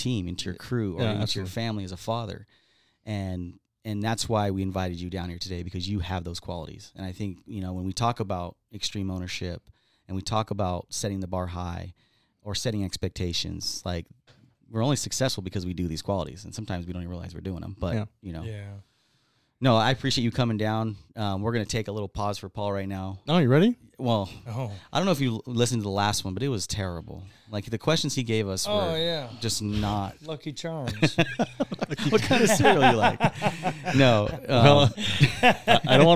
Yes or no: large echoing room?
no